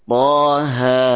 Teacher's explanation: dibaca dengan dua harokat, ya, sebagai mat asli